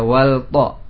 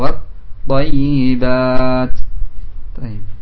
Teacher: Bertemunya lam sukun dengan ta yang berharokat sehingga menjadi satu huruf, yaitu menjadi huruf ta dengan bertasydid. · Shown in: second take · Term: idgham